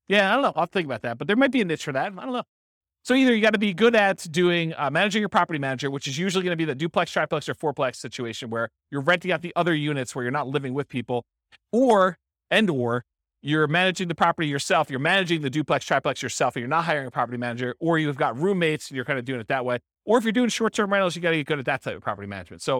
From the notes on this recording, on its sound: This was a live class recorded